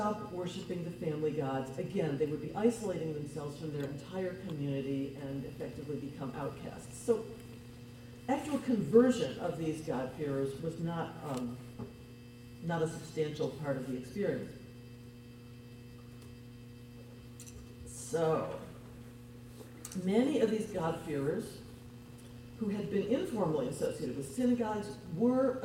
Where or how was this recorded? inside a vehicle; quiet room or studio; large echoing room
large echoing room